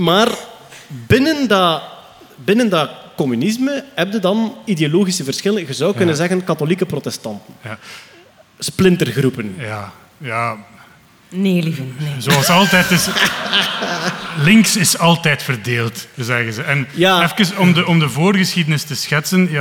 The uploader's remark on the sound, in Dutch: Live op Sound of Science Nights. Een special die werd opgenomen op 8/09 op de Sound of Science Nights in Antwerpen.